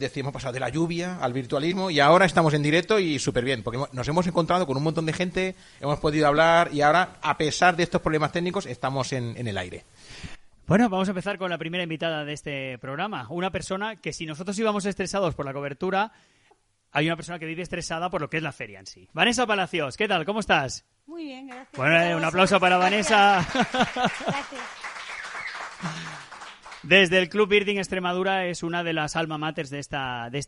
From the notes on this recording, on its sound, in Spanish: La Radio del Somormujo en directo y con público desde la FIO 2022 en el Parque Nacional de Monfragüe.